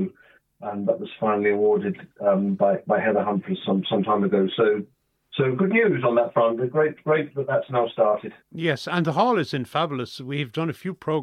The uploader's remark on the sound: joined on the phone by Broadford correspondent